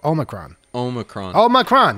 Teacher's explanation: Emphasis on the first syllable.